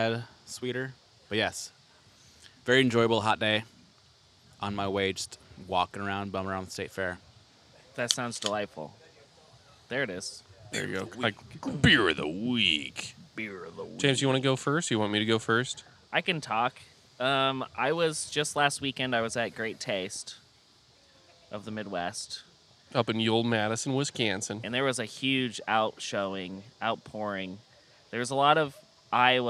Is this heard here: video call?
no